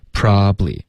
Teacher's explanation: 法结构是反的，我们会把做某事呢往后推，那英文呢会往前推，所以这个句型呢我们都一起练习。然后它还有一个 when 的从句，所以它算是一个比较长的句子，可是还简单。OK,那我们练它的这个，它是比较长的这个发音。OK,所以大家听一下，我们这里要怎么处理。首先，I probably 这个 probably 这三个字呢，三个音节 probably,我们会把它融成两个 probably 。OK,这个英文口语中是一个高频词，这三个音节现在就融成两个了。I probably should have 就发 should have。OK, just 的特我们得省略。I probably should have just left 的特它也省略了。Left